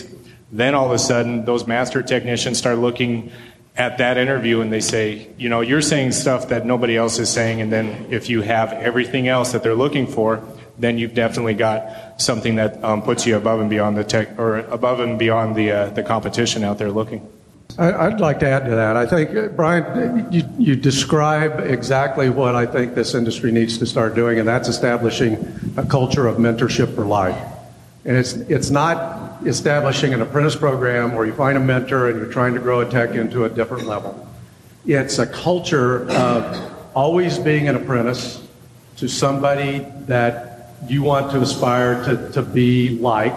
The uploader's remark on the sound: This power panel from Vision KC 2019